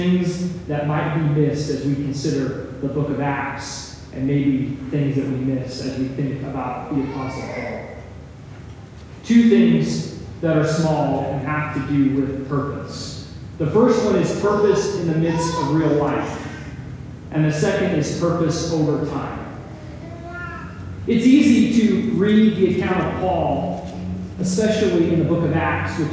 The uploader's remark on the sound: Some technical difficulties led to a poor audio recording